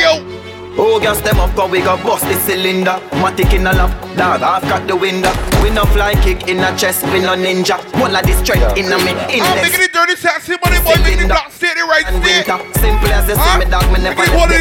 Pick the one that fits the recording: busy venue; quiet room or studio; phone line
busy venue